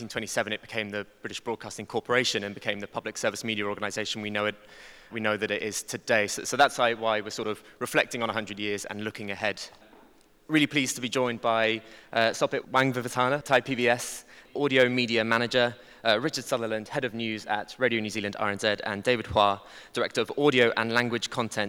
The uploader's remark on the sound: Live from the Radiodays Asia conference